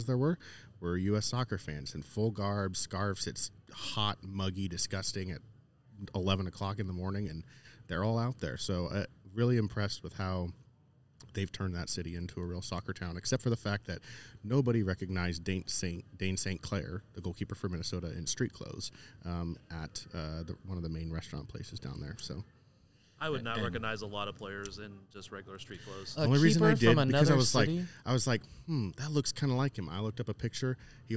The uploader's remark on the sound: We're back to recording in-person as we enjoy podcast row at the United Soccer Coaches Convention in Downtown KC